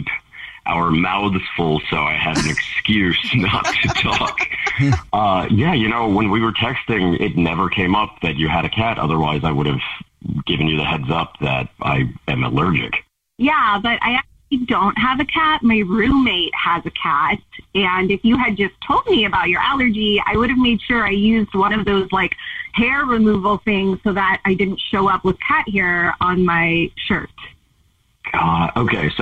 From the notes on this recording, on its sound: We get that other person on the phone